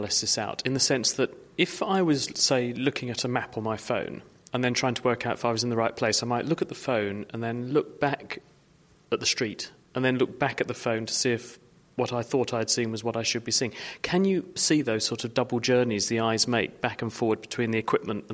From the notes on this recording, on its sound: This week the show comes to you from the Royal Institute of Navigation's annual International Conference.